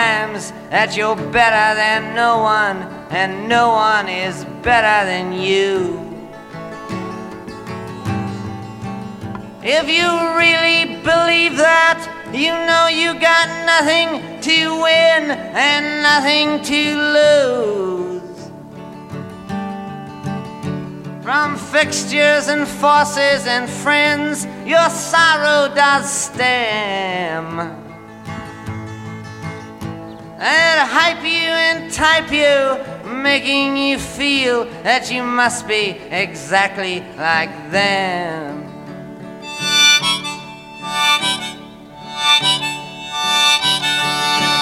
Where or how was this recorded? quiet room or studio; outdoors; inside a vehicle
outdoors